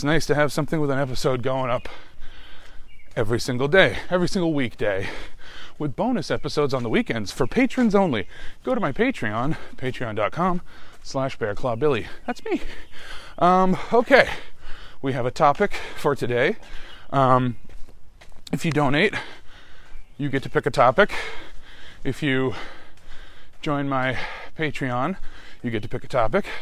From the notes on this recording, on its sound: Decided to record a podcast during their work commute while their car is broken.